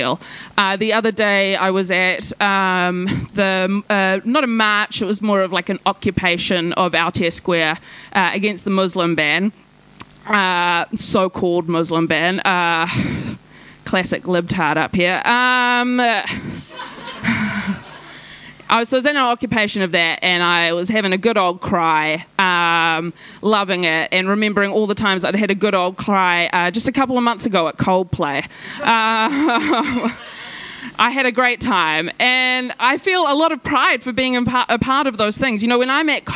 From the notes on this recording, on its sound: Recorded live at The Basement Theatre.